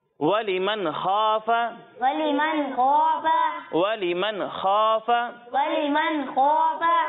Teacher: خا کو موٹا پڑھنا ہے، ٹھیک ہے؟ اور یہاں غنہ نہیں کرنا نون ساکن میں